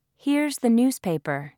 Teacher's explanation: The H is not dropped because it is at the beginning of the sentence.